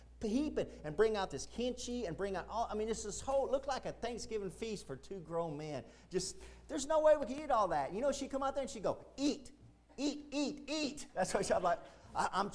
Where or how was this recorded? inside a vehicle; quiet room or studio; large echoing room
large echoing room